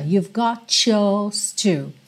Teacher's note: A junção aqui do got com yours ficou esse ch ch.